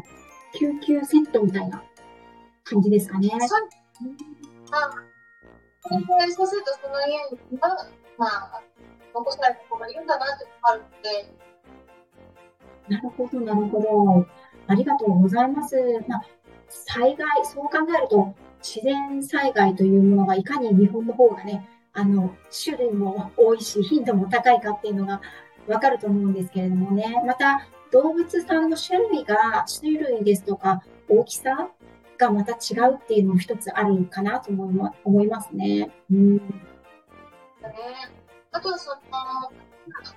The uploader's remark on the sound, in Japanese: 音質注意。インスタコラボライブにて。音声が途切れがちだったり、 くぐもったり、 どちらかの音声が大きかったり小さかったりしています。